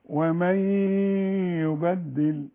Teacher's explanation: والنون اللي بعدها ياء لازم تغن